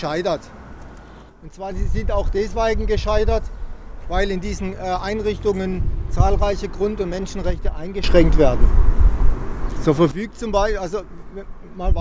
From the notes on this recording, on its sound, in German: Bildete sich nach 16 Uhr am Mittwoch 22.4.29 ab Eingang LEA eine 2m Abstand haltende Menschenketten Demo mit 30-50 Personen. Wegen Problemen mit dem Lauti wurde die geplante Kundgebungsrede nur bei RDL aufgezeichnet - mit im Hintergrund dem Rush-Hour Betrieb der sich normalisierenden Businessbetrieb in der Freiburger Wiesentalstr.